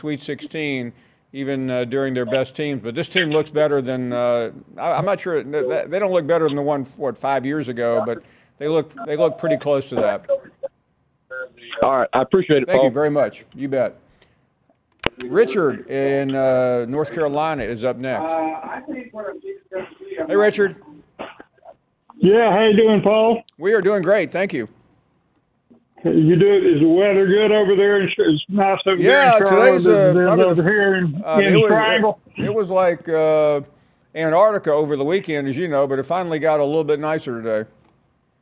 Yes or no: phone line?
yes